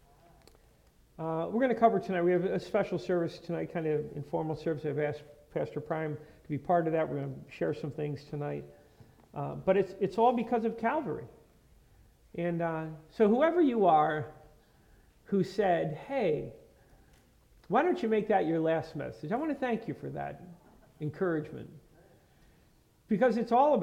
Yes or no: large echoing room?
yes